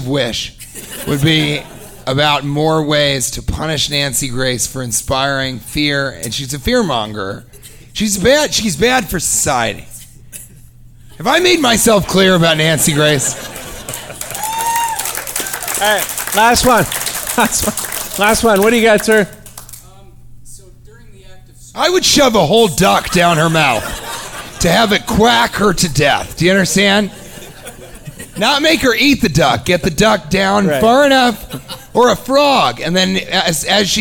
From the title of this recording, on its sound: Live from Utah